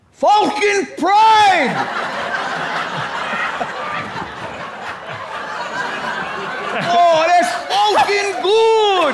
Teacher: if you say falcon in Pidgin, the A becomes round